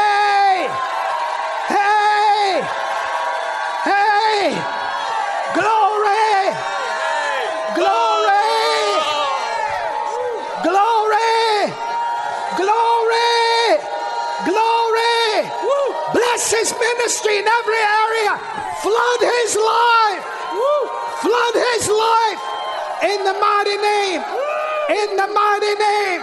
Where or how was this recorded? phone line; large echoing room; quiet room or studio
large echoing room